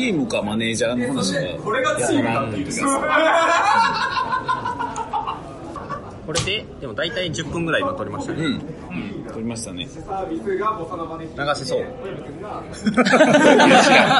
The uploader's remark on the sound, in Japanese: Regional Scrum Gathering Tokyo 2020 公開収録！Regional Scrum Gathering Tokyo 2020 の OST で、アジャイルラジオ公開収録させていただきました。